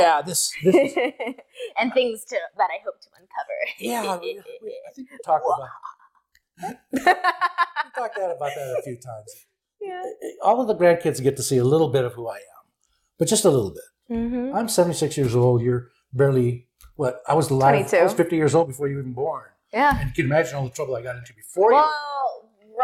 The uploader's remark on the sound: This is the unedited, unfiltered, pure and real take. Excuse the technical difficulty in this one.